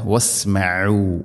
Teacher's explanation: ഐൻ തൊണ്ടയുടെ മധ്യഭാഗമാണ് മഖ്റജ് അഥവാ അക്ഷരം പുറപ്പെടുന്ന സ്ഥലം